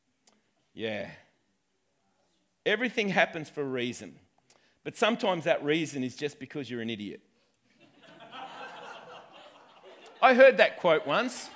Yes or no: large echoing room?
yes